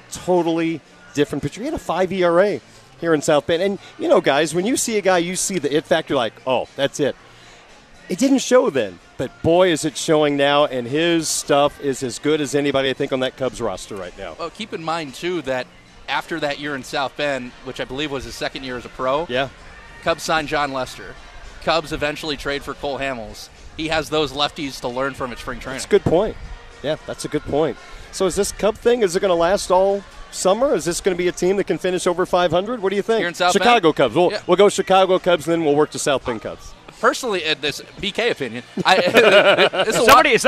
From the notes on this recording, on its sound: Budweiser Sportsbeat is live at Four Winds Field for South Bend Cubs' Opening Night.